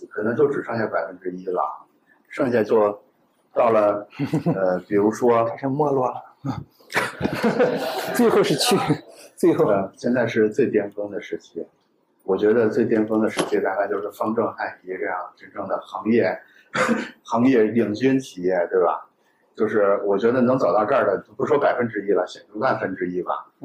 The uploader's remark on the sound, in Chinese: 在「字体帮」分享活动现场进行的对谈分享